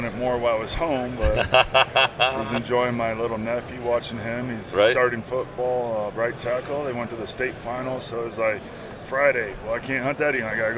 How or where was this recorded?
busy venue